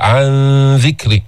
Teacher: إخفاء النون الساكنة عند الذال، عن ذكر، مش عن عم تحط لسانك فوق في سقف الحلق فأنت أتيت بالنون من مخرجها، وهنا لا نريد مخرج النون، فقط الغنة، عن ذكر الله.